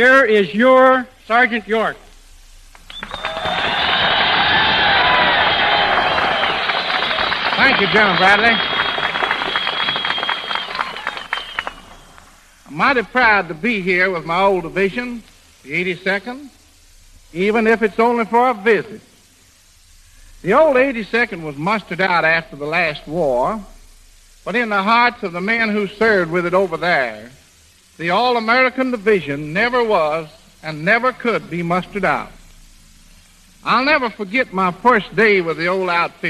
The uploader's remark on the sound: War Department and recorded live at military bases around the country. This episode was recorded at Camp Claiborne, Louisiana.